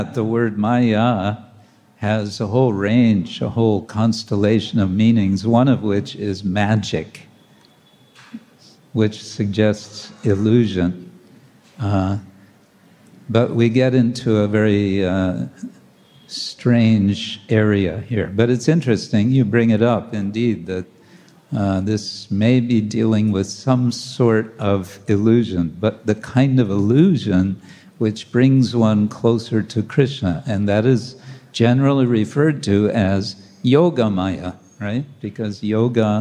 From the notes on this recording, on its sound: Lecture from ISKCON Juhu temple.